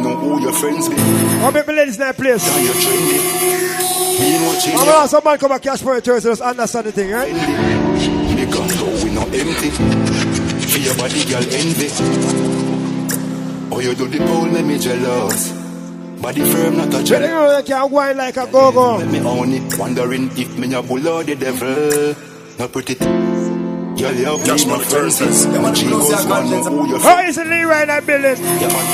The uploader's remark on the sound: Live from Cash Money Thursday Portmore Jamaica